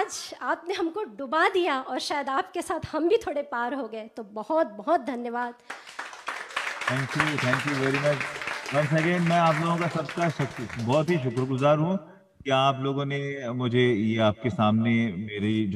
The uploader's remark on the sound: Our bay area artists and a live audience in Pleasanton, CA.